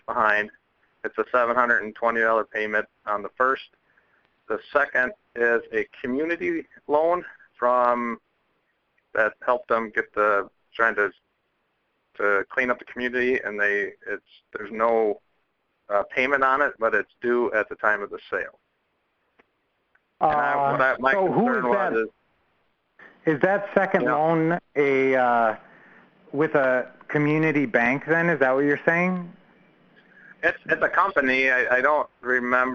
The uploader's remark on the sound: 2014-07-14 Q&A Call